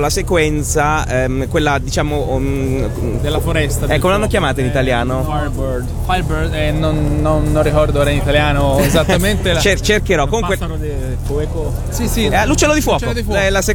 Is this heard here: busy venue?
yes